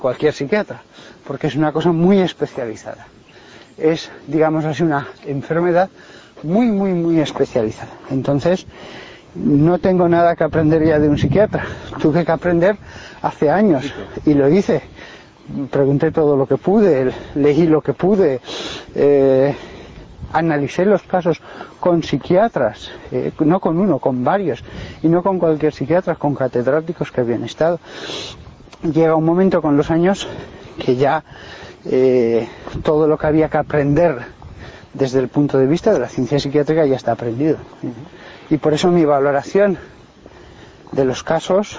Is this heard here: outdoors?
yes